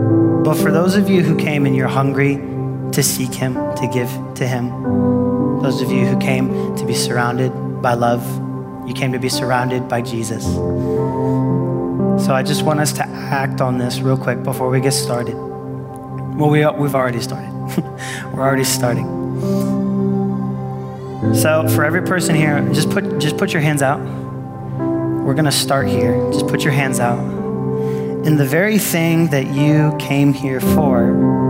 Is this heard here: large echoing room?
yes